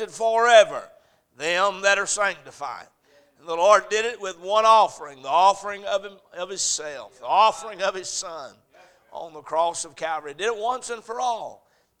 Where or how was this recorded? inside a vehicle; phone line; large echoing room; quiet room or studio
large echoing room